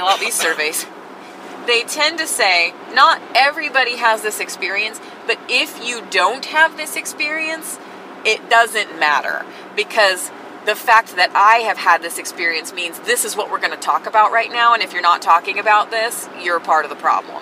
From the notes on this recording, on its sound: Are in the car. Our GPS made the recorder glitch between the 13:00 and 14:00 minute mark...